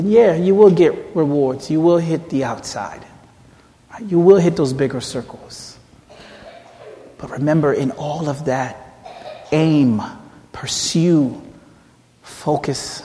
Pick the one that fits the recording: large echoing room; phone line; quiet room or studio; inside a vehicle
large echoing room